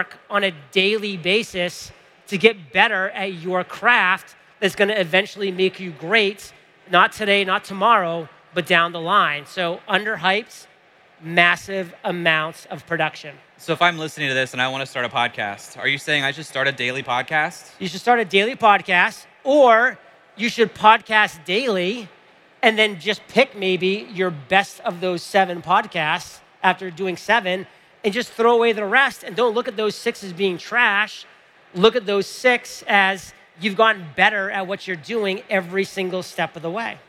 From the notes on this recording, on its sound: I was blown away by the scale of this event. I was lucky to be invited to come as one of HubSpot's creators to hang out in the Creator Cafe, host a meetup, and I also hosted a conversation on stage.